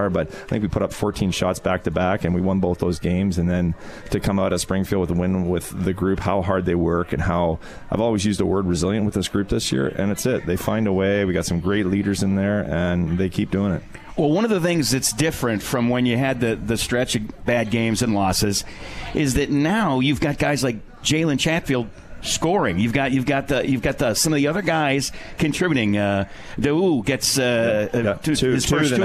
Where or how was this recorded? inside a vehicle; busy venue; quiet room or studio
busy venue